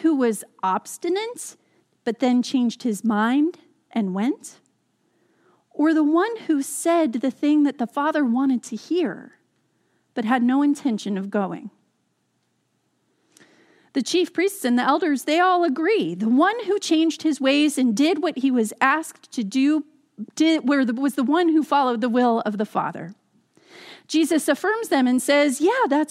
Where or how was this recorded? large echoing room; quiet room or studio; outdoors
large echoing room